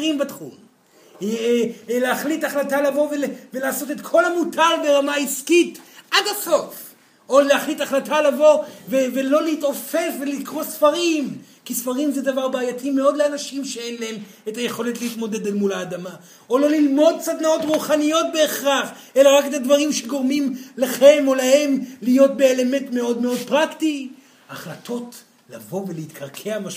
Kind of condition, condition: setting, live audience